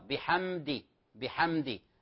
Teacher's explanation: بحمد الميم مع الدال إظهار شفوي أو شفهي مقداره حركة واحدة، فلا نقول بغنى بحمد، لا، هي الميم حرف أغن، لكن هنا لا يشدد عليه مقدار أكثر من هذه المقدار، بحمدي بحمدي إظهار حركة واحدة.